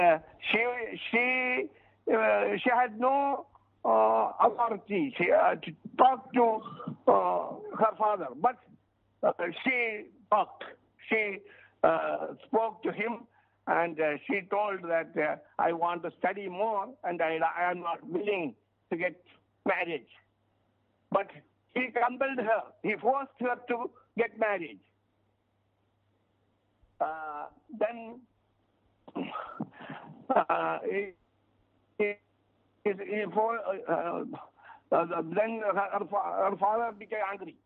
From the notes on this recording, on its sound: on the phone